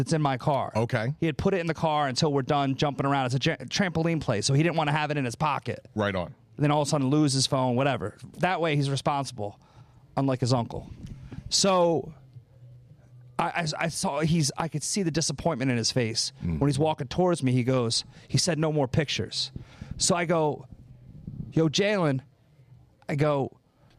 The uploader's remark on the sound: interview comics fresh off the stage from our monthly 7 for 7 comedy show!